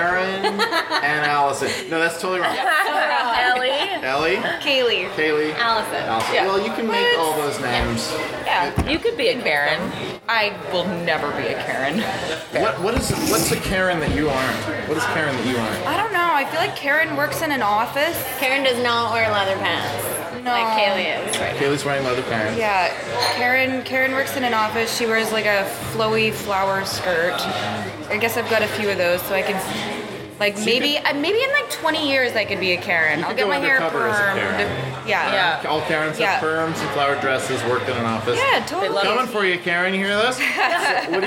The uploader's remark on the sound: Toronto Sketch Comedy Festival. Sitting down with artists during a brunch gathering of sketch comedians.